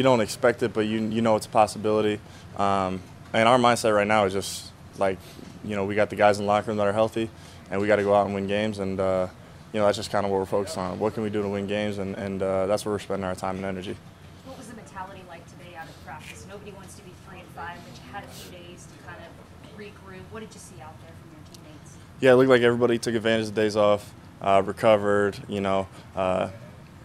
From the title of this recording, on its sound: Press Conference